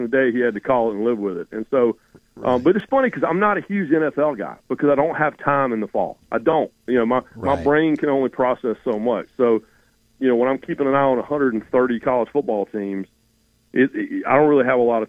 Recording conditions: phone line